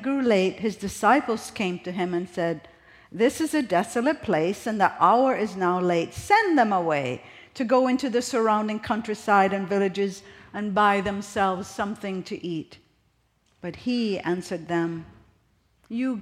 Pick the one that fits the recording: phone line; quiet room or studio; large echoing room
large echoing room